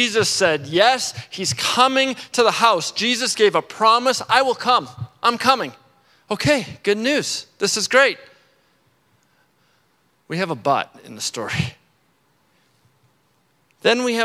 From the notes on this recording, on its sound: at our Edmonton Gathering at Central Baptist Church on November 5, 2022